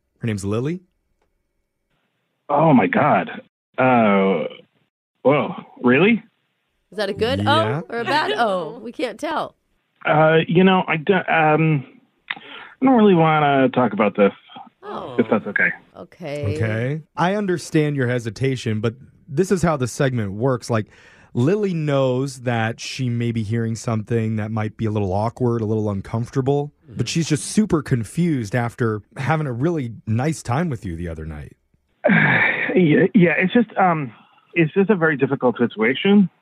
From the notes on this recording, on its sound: The woman on the phone today